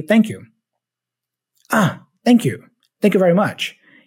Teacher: But what I am still doing is I'm still placing the tip of my tongue in between my teeth.